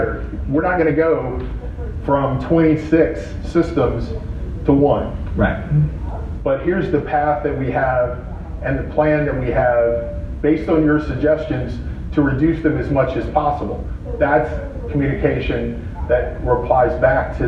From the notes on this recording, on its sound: Live ICMI show from Chicago. Live show with an in studio audience.